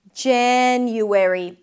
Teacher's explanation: Primary stress is on the first syllable. Even the A sound at the beginning leans towards the E. January, because there is an N right after, and the A, as in cat, before an N, changes a little bit to an A sound.